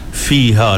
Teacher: huruf fa ni dia di bibir, dia makhraj dia bibir kan.